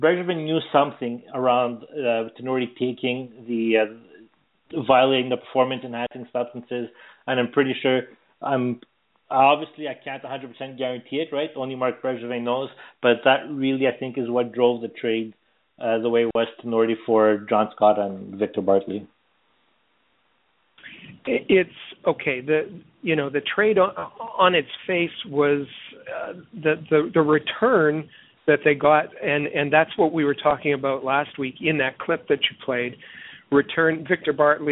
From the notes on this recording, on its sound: It is the most interactive and informative Canadiens podcast as we take your phone calls. Read your tweets.